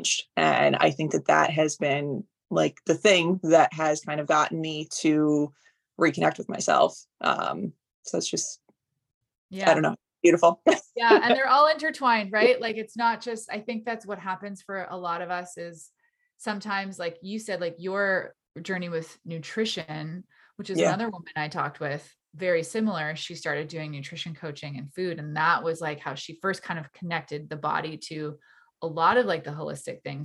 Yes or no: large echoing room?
no